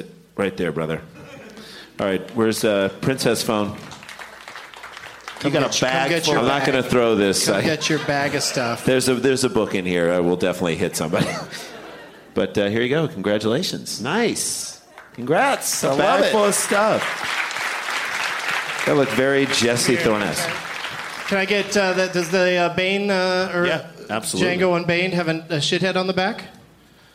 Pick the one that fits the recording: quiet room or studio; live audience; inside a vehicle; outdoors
live audience